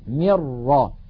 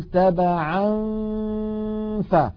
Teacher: الغنة باقية والجزء اللساني من النون معدوم · Shown in: second take · Term: الإخفاء